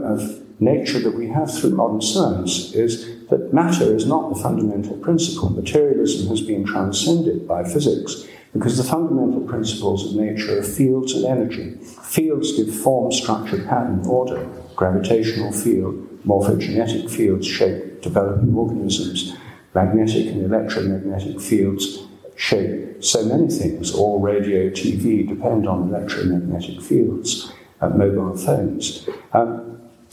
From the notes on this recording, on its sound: Dartington Great Hall, Devon, January 28, 2015.